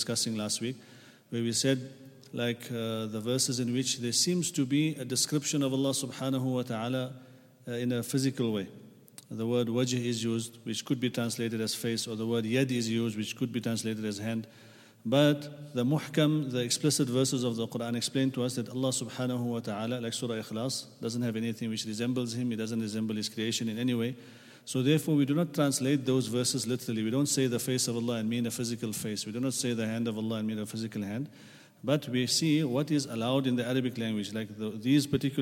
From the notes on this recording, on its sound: at the Houghton Masjid (West Street)